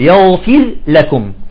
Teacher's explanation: ولكن الراء لا تدغم باللام